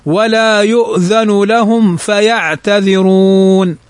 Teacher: ميم بعد الفاء فتظهر لا تخفى · Term: الإظهار